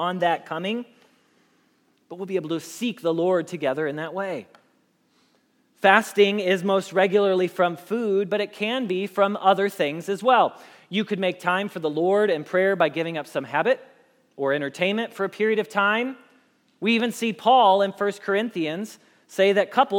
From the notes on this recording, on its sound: Message Preached at Valley Creek Church